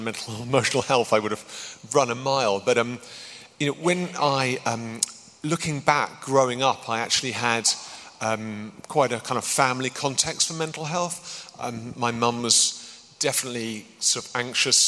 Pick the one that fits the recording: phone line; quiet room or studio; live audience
live audience